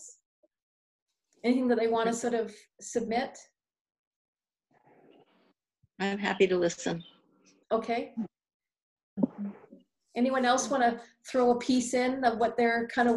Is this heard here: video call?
yes